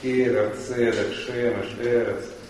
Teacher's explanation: Они все имеют ударение на первом слоге открытом.